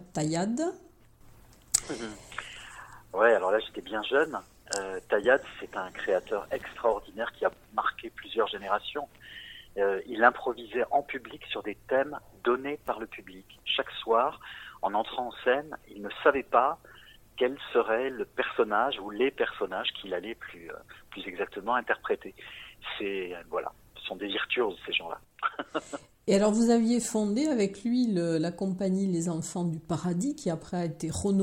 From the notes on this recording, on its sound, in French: Entretien téléphonique